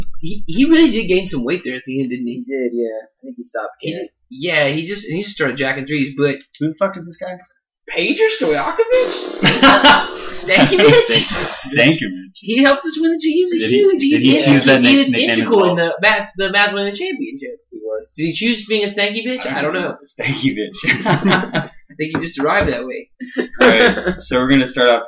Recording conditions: poor sound quality